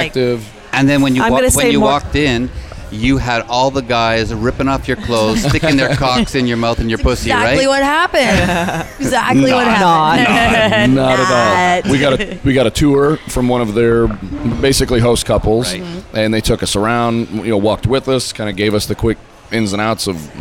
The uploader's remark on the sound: On location at Hedonism II Resort in Negril Beach, Jamaica, during Young Swingers Week.